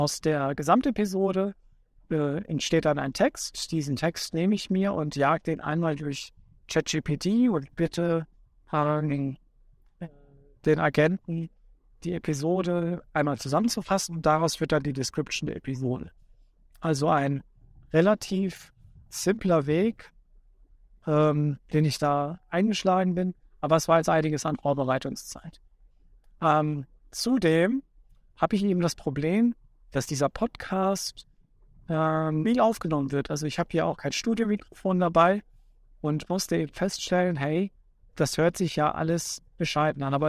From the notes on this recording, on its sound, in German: Er befindet sich gerade im Auto, was zu einigen Hintergrundgeräuschen führt, und nutzt die Zeit zwischen Arbeit und Zuhause, um diese kurze Episode aufzunehmen.